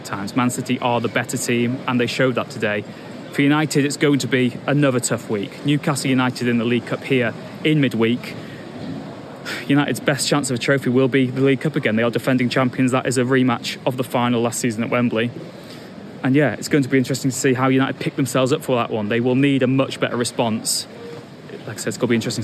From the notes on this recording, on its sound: full post match press conference